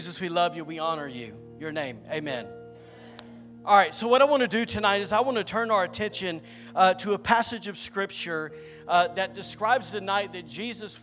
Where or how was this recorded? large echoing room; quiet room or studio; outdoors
large echoing room